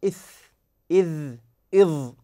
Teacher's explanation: لو تلاحظون أن اللسان خرج، اللسان خرج من الفم ومن الأسنان، يعني الأسنان العليا، الثنايا العليا والثنايا السفلى كذلك. · اللسان يخرج ويندك بأطراف الثنايا، برؤوس الثنايا العليا والثنايا السفلى